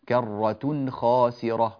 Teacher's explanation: ننبه إلى التنوين هنا أن بعده حرف الخاء وحكمه الإظهار، كرة خاسرة، ولا نقول كرة خاسرة، هذا الإخفاء لا يصح في رواية قالون ولا في رواية ورش ولا في رواية حفص، هذا لا يصح أبدا إلا في قراءة أبي جعفر، ولا أحد يقرأ بهذه القراءة من عوام الناس.